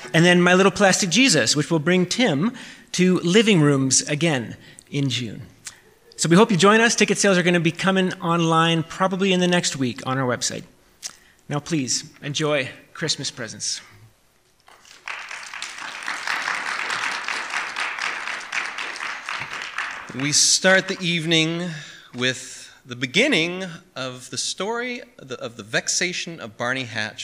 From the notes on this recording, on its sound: This is a live recording of our Christmas Presence event which took place on December 10, 2022